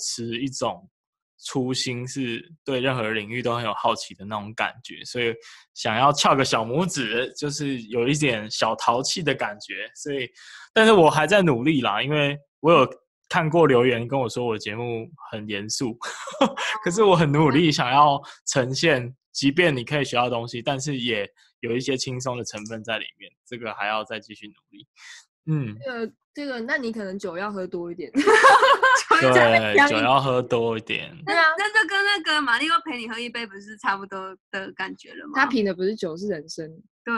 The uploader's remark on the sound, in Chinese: 遠端錄音 #ZOOM。